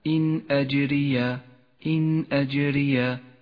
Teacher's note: تظهر النون الساكنة من غير غنة أو تشديد إذا جاء بعدها همزة · Term: الإظهار